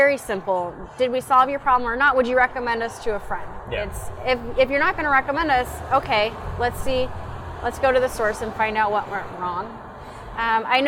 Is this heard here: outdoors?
yes